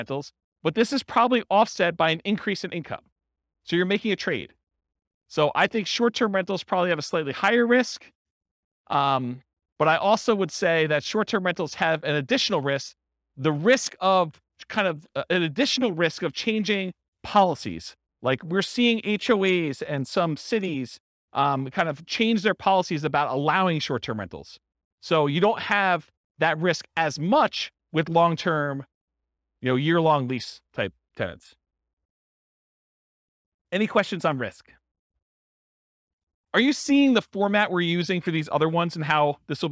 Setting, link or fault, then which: setting, live audience